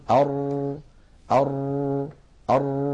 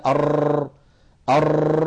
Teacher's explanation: يؤدي إلى ظهور أكثر من راء فإذا نقول أر أر أر نجد بأن اللسان فيه شيء من الارتجاف · Shown in: first take · لكن هذا لا يؤدي إلى أر أر هذا مبالغة في التكرار